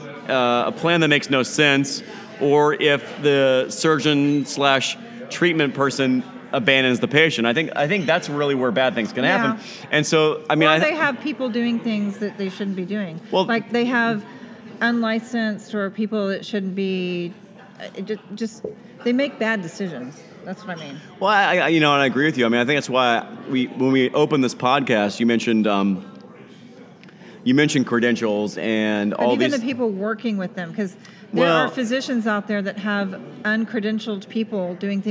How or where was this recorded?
live audience